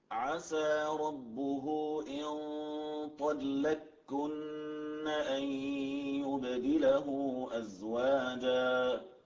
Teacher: نعم أثقل من الميم، ولذلك يعني كانت مستندا للكافي قبلها فأدغمت القاف في الكاف معتمدة على ثقل النون · Term: الإدغام